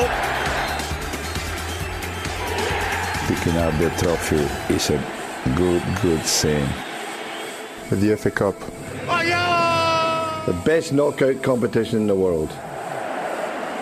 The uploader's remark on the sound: From the rooftop garden of Barasti